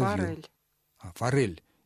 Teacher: Р не смягчается, произносится твердо. Не форель, а форель.